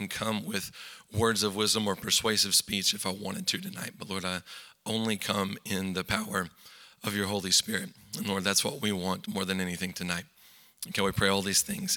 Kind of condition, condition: setting, large echoing room